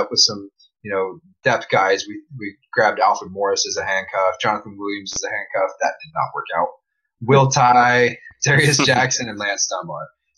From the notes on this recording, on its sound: My apologies for the audio. It gets somewhat crackly, but i didn't want to just scrap the episode.